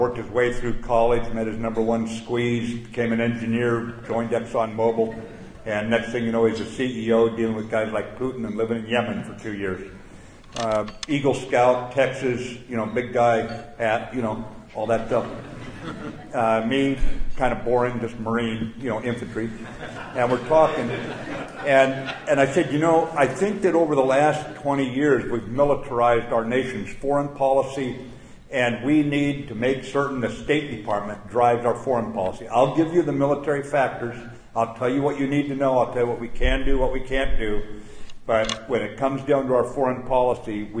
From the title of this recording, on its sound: at the Combat Development Dinner